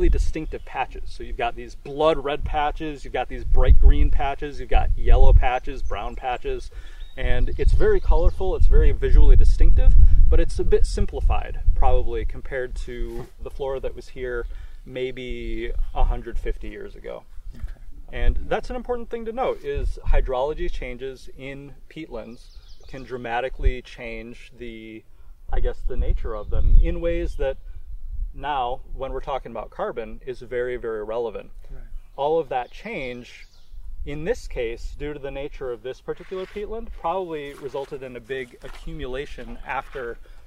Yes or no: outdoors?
yes